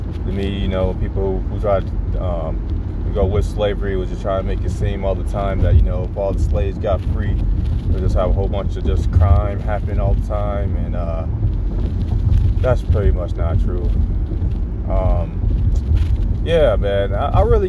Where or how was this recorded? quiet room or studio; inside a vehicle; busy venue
inside a vehicle